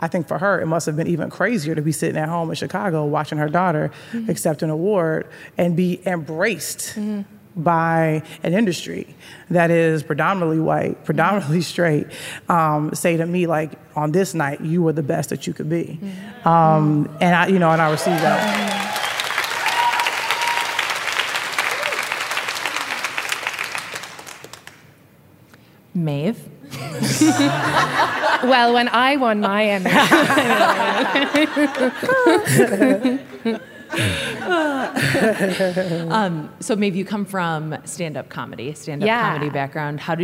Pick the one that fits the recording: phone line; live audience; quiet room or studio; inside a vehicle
live audience